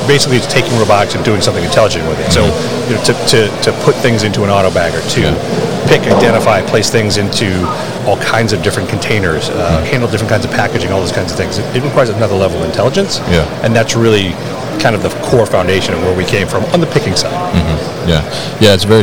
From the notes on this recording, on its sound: Berkshire Grey at MODEX 2022. Live from the booth at MODEX.